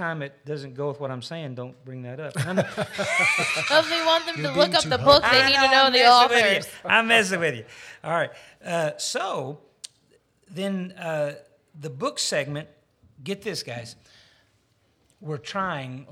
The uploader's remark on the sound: This episode is an introduction to new listeners and new members of the audience who attend on Wednesday night during AWANA. Bethel Baptist Church.